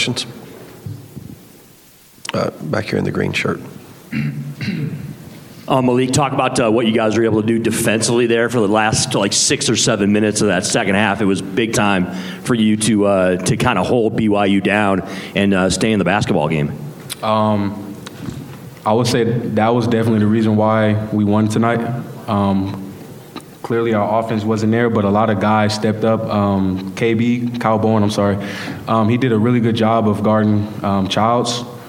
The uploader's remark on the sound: Saint Mary's postgame press conference.